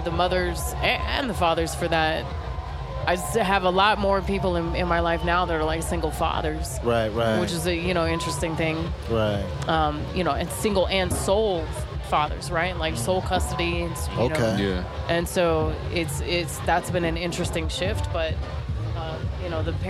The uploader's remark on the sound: Live from Grandoozy Music Festival in Denver, CO. 2018. One sunny day in Denver at the largest festival the state of Colorado has ever seen.